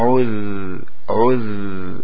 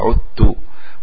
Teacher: عذ الذال لابد أن ينطلق صوتها، يسري صوتها، فهي حرف الرخو · Shown in: first take · عذت وليست محبوسة عدت وإنما عذت. · Term: الرخاوة